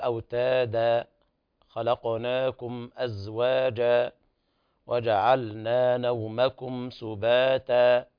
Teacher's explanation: تخلص الألف المدية بمقدار حركتين بدون صوت بعدها، تقول أوتادا خلقناكم أزواجا وجعلنا نومكم سباتا، هكذا بدون هاء.